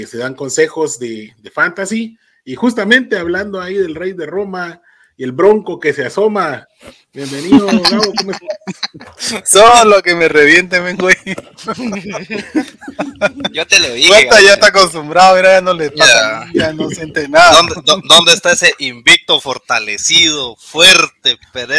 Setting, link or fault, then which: fault, poor sound quality